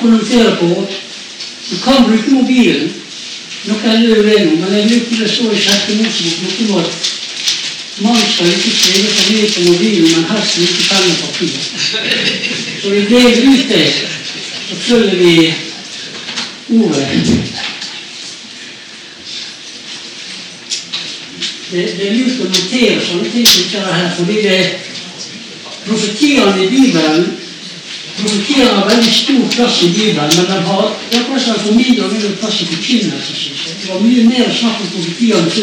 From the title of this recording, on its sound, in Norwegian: Beklager dårlig lyd